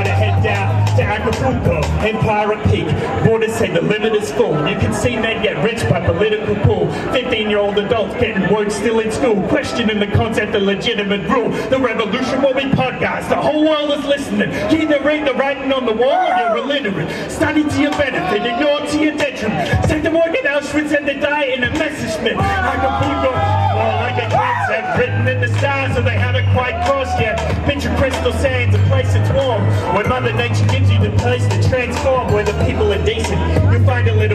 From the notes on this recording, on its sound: Live at Anarchapulco 2016. A hip hop performance at Anarchapulco 2016.